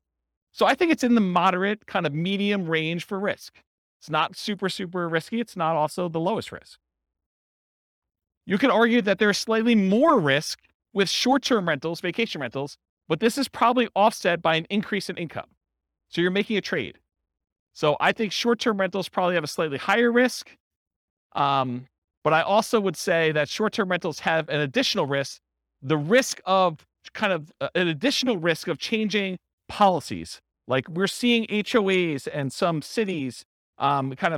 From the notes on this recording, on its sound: This was a live class recorded